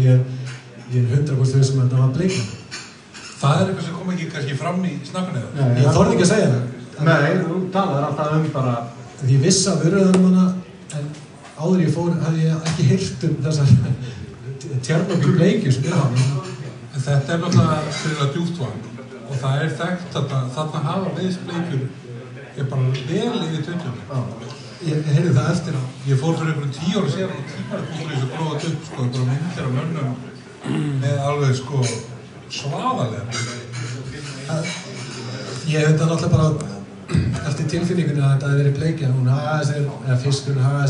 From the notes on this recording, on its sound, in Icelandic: Já, þessi þáttur var live og við viljum benda á að hljóðgæðin eru ekki frábær. Þátturinn endar fremur snögglega en það var út af þessum margfrægu tæknilegu örðugleikum.